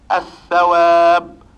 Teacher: النطق هنا بثاء مشددة · Term: إدغام